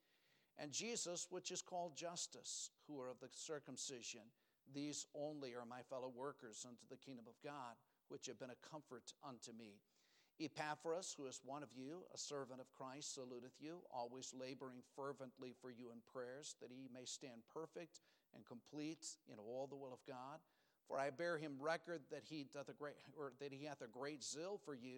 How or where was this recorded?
large echoing room